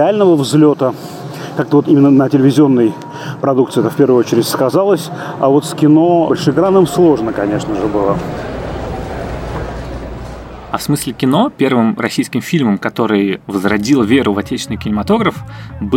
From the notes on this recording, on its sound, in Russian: Этот эпизод частично записан на фестивале «Кинотавр»